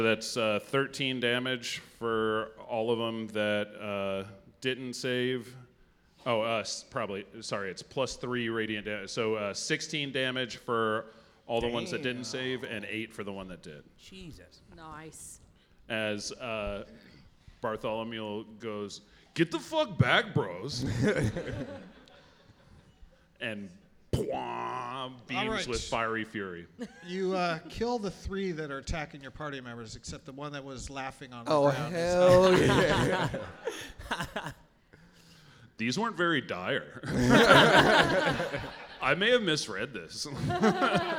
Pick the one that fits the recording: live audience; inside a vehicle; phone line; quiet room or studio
live audience